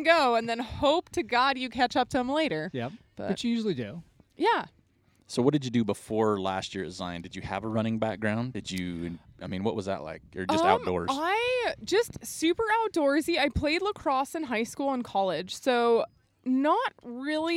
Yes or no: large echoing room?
no